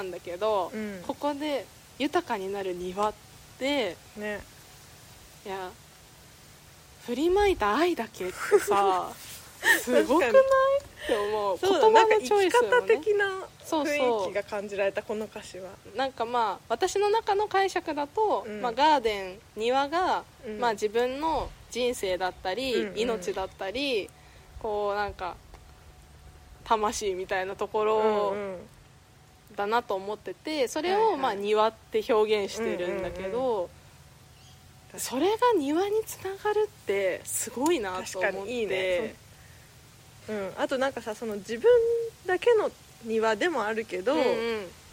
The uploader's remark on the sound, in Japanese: 今回はお庭収録です